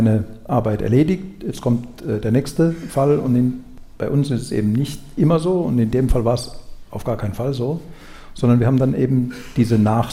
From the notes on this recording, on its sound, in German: Live beim SWR Podcastfestival. Beim SWR Podcast Festival in Mannheim.